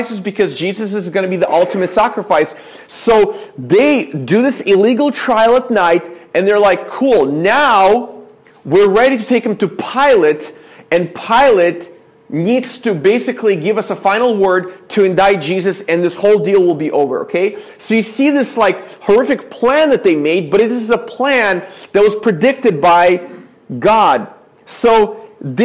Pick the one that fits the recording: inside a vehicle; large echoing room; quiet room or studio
large echoing room